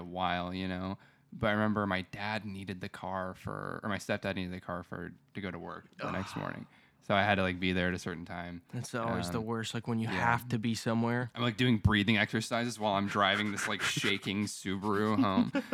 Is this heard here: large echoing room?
no